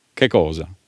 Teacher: du må ha den bakre k-en, selv om det kommer en fremre vokal